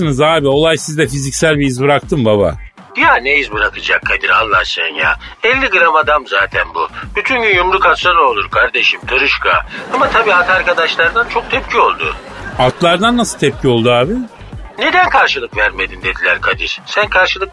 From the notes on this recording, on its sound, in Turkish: Telefon görüşmesi.